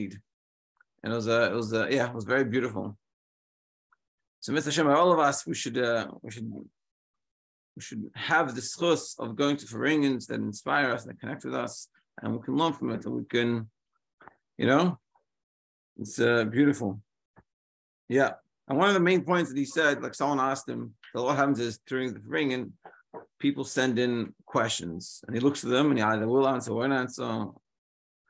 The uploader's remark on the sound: Daily Zoom Shiur